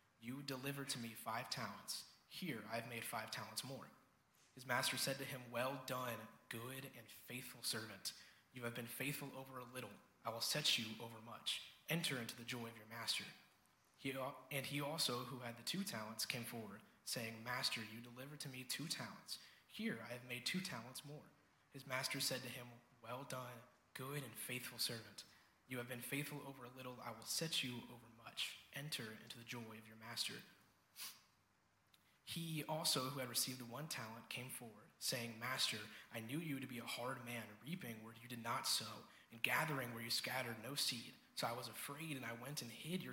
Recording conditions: large echoing room